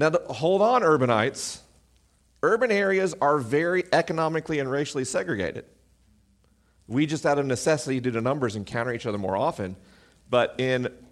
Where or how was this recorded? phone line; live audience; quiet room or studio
live audience